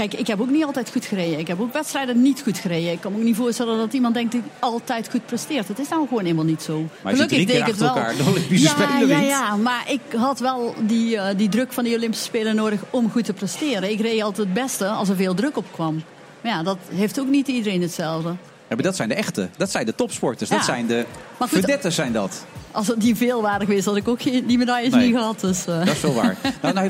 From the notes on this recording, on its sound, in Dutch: We zenden live uit vanaf het CHIO in Rotterdam